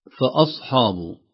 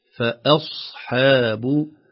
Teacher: أصحاب هنا فخمنا الهمزة وفخمنا الحاء، الصحيح فأصحاب ترقيق الهمزة وترقيق الحاء، وبينهما الصاد المستعلية المطبقة المفخمة · Shown in: second take